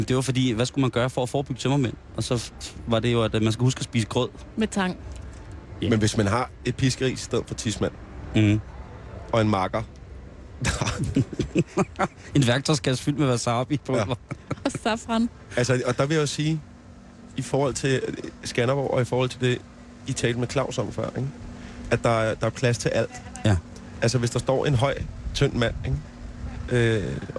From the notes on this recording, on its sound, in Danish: Under bøgetræerne. Sender direkte fra Danmarks Smukkeste Festival i Skanderborg.